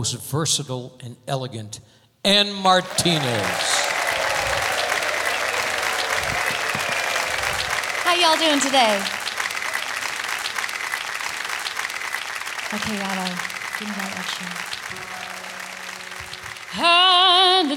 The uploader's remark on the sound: Live at the SouthPoint Casino